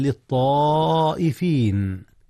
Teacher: مد متصل جاء هنا يا أستاذنا، إذ الهمز والألف في الكلمة نفسها